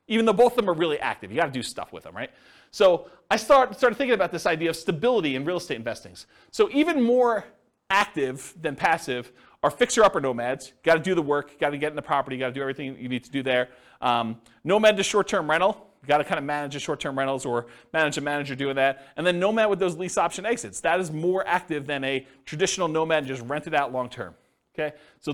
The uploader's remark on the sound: This was a live class recorded